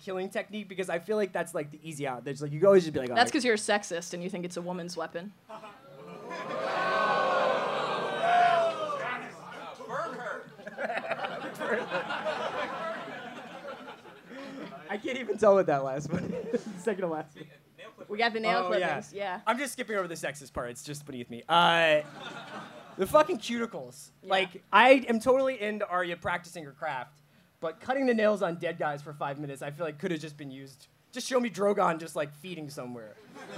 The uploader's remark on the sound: live and onstage in Brooklyn